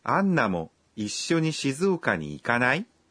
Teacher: Si la forma nai de un verbo se dice en un tono ascendente, significa que estamos invitando a alguien a hacer algo. Básicamente, la forma nai es el negativo de un verbo, pero si la decimos en un tono ascendente, pierde el sentido negativo, ¿no es así?